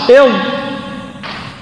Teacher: أما الضاد فمن طرف اللسان مع الأضراس إض، ففي فرق بين المخرجين.